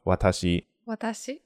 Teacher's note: Each wa, ta, shi is like the same length. Mm. And there's no stress, and the pitch slowly goes up or like starts low and then kind of goes high and then stays high. So there's kind of two pitches.